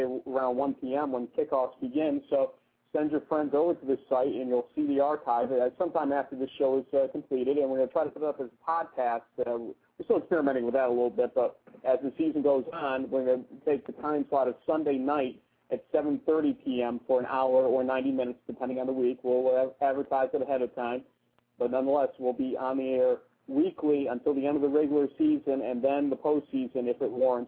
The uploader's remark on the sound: weekly call in show